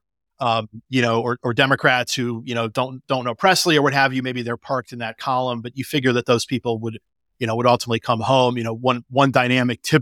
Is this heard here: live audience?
no